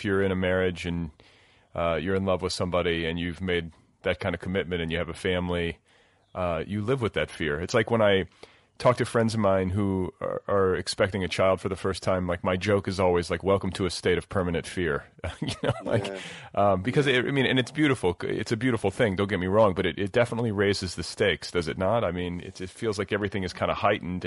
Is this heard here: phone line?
yes